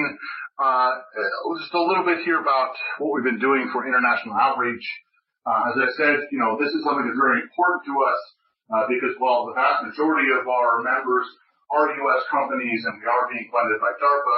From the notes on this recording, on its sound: His talk was part of the Future-in-space Operations weekly teleconference series recorded on July 29.